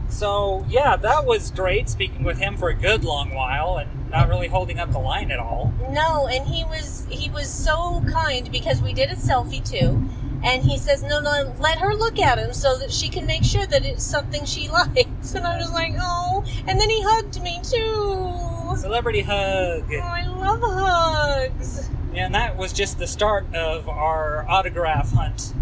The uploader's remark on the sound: FanX 2019 Spring Report. That is, we visit celebrity row. Also, we visit vendor and artist booths on the convention floor. Furthermore, we attend a number of panels.